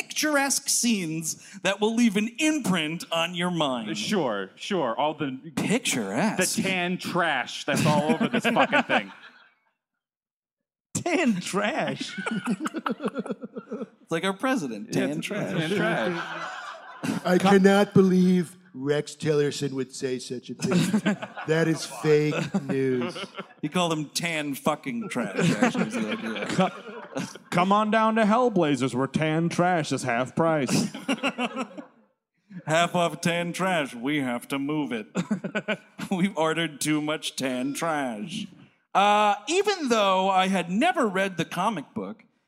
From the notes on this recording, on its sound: Live! at the Los Angeles Podcast Festival. It's the gang's live appearance at the 2017 Los Angeles Podcast Festival. Recorded at the Millennium Biltmore Hotel's Biltmore Bowl.